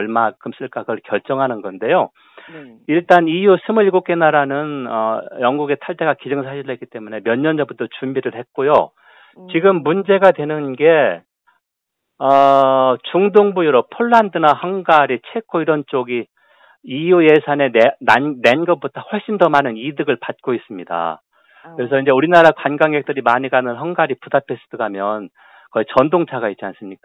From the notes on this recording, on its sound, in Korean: YTN라디오, 세계를 만나는 시간 전화 인터뷰.